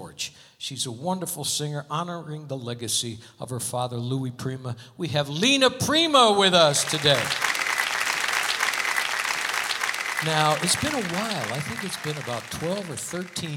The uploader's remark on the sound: Live at the South Point Casino